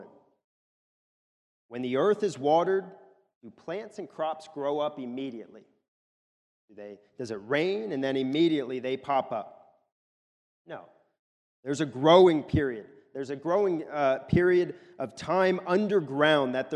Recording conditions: large echoing room